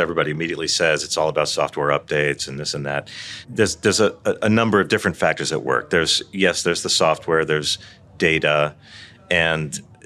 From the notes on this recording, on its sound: Filmed live at CES2024